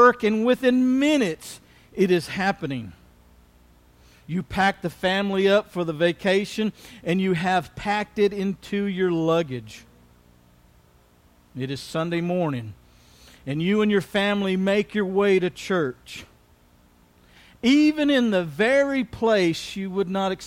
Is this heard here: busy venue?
no